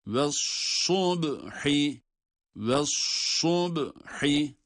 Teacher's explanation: sad harfi kalın ve ba harfine bağlanıyor.